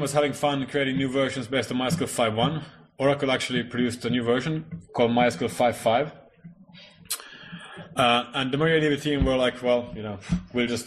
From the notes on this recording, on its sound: Recorded at the Northeast GNU/Linux Fest 2012-03-17